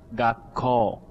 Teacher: The ko is high.